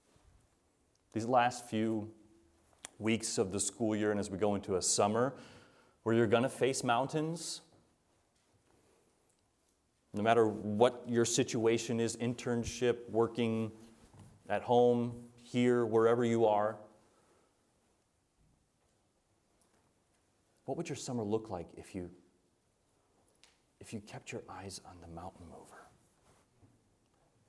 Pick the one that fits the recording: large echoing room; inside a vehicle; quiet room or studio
large echoing room